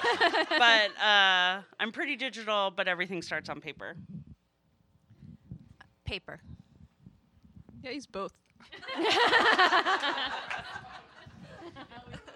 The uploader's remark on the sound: LIVE Modcast from CraftSouth in Nashville, TN while the MQG's Quiltcon was in town.